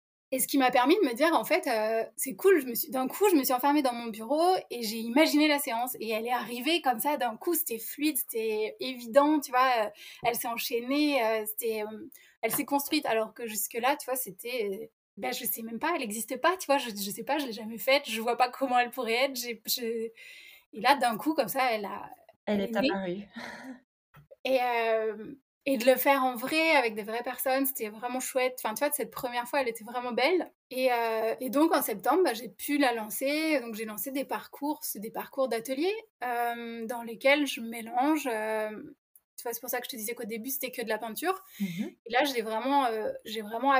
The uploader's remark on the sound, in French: Mon micro ne fonctionnait pas le jour de l'enregistrement, ce qui explique la qualité de son pourrie !